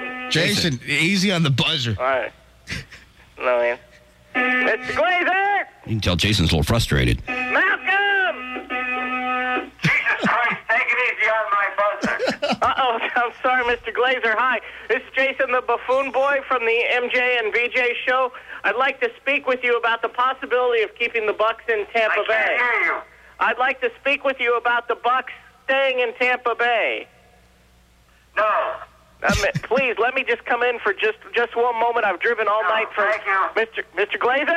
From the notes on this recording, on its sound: RBCP's Personal Prank Phone Calls Collection